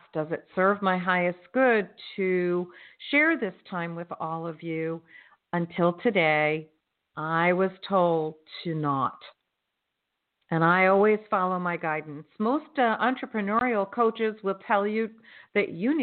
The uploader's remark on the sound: in response to callers' questions